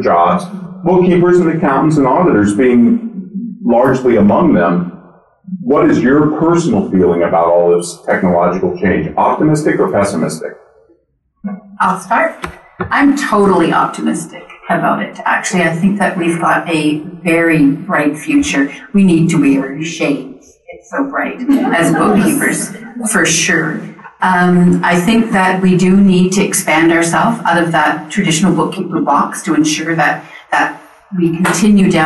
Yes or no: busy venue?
yes